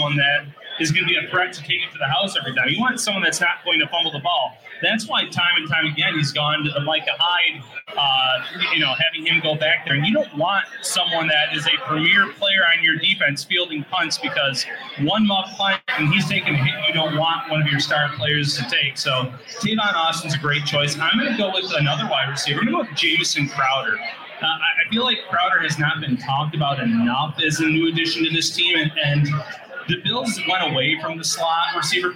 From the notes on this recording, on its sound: LIVE from Resurgence Brewing Company. To offer fans a chance to come out and meet the guys and participate in a live show.